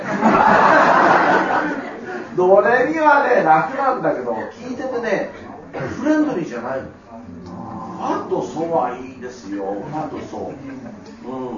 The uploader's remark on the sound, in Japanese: 貴重なトークイベントが行われました。